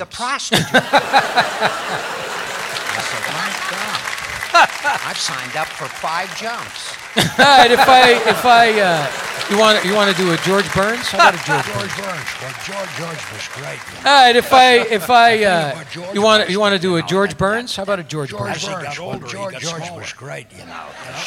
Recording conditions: busy venue